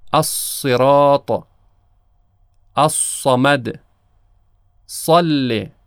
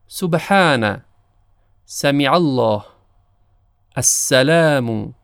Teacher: حرف صاد به گونه‌ای تلفظ می شود که تفخیم و پوری درش مشهوده، اما در حرف سین این حالت وجود نداره. طبیعتاً وقتی حرف صاد می خواد تلفظ بشه کمی لبها قنچه می شه.